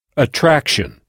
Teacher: on retrouve la même terminaison en anglais qui se prononce kshun